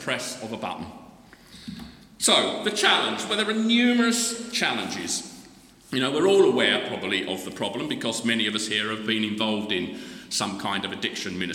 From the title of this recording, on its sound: The Recovery Course Conference Keynote Address